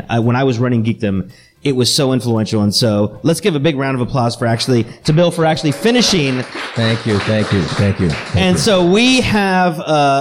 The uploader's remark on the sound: LIVE from San Antonio Startup Week